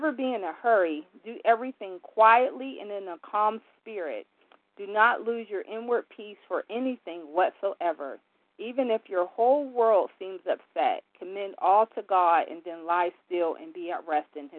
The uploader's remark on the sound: from the 100 Pounders Phone Meeting